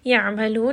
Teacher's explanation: عين is going to be from the middle of the throat. Make sure you do give it توسط and roll it around in the throat just a little bit.